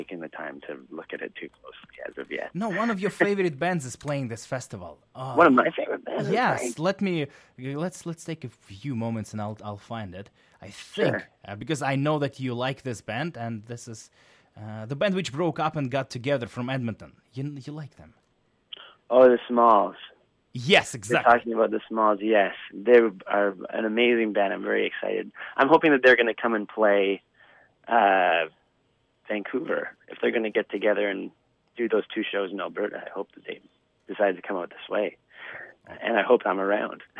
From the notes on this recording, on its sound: over the phone